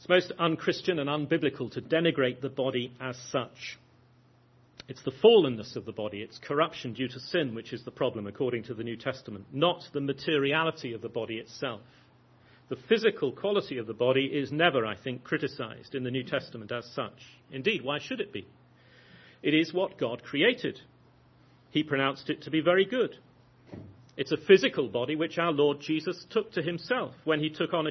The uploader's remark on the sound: lecture at the 2011 Pastors' Academy Conference